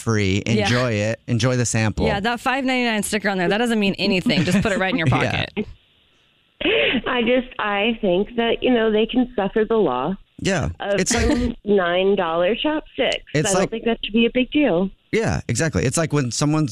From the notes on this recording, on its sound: A Phone Prank